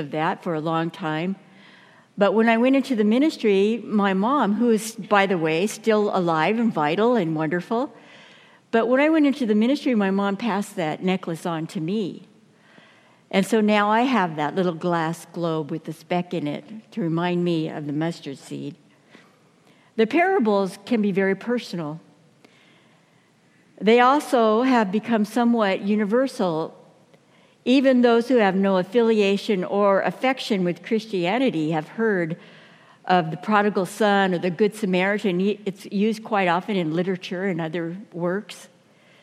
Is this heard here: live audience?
yes